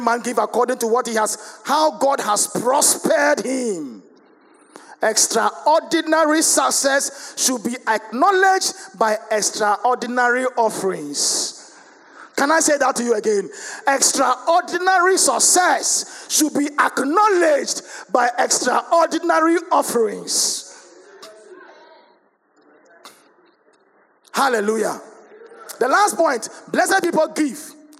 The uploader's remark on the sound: Sermon preached at CBC Shiashie Campus